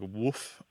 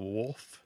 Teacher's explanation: And so the L kind of disappears. It sounds like woof instead of wolf. · Shown in: first take